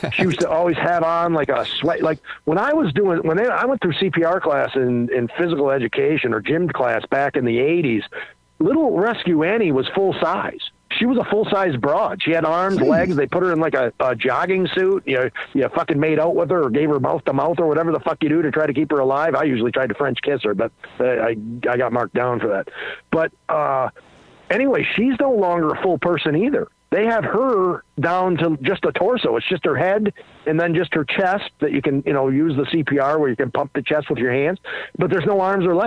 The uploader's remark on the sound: Phone Calls.